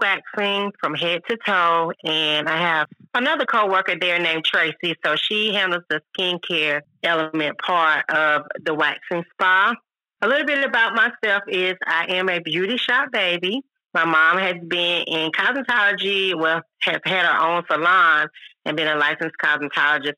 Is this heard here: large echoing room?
no